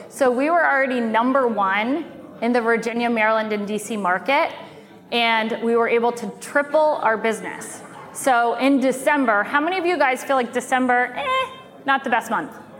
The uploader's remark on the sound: from the Lab Coat Agent Live event in San Diego